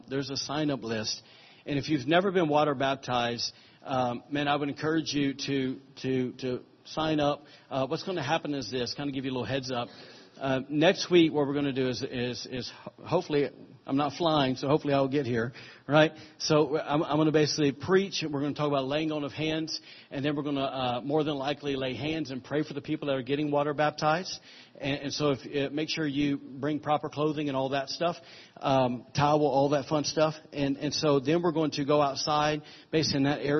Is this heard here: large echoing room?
yes